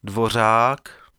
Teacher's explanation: La découverte commencera avec le fameux R de Ríkadla, le seul phonème tchèque vraiment difficile à prononcer pour un français, dans la mesure où il fait entendre simultanément, et non successivement, le R battu R et la chointante sonore J